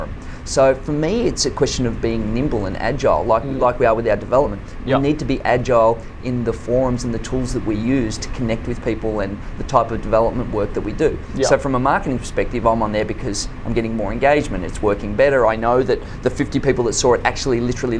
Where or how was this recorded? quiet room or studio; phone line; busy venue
busy venue